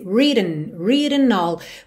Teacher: Não é written ou então written, written. É como se você quisesse mesmo ir direto do T pro N. Então, se você faz o T marcadinho, written.